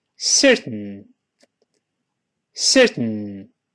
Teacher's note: ten 还有 den 这么两个音节，如果出现 ten 或者是 den，读快了之后，前面那个 t 或者是的就听不到了，我们就顺鼻子跑了。比方说，我们先说一个简单的，像。某一个 c e r t a in，跟老师慢慢读，certain，certain，好，听得很清。读快了之后呢，这个 ten 变成了嗯嗯嗯嗯。注意，舌头不再做动作，气儿从鼻子出来